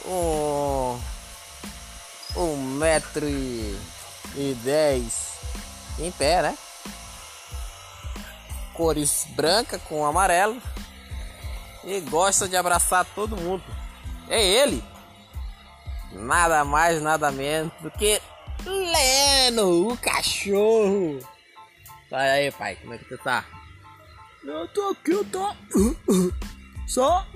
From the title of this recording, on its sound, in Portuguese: Barulho de uma bomba de água